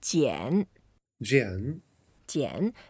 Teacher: 减 is a third tone, so we go down and then up.